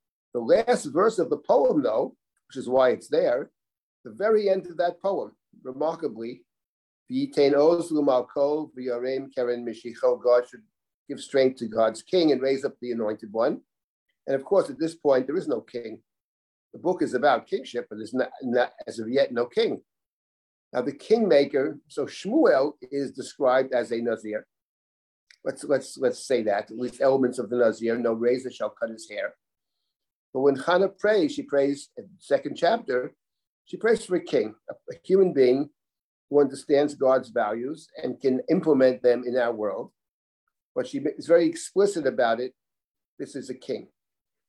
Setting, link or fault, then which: link, video call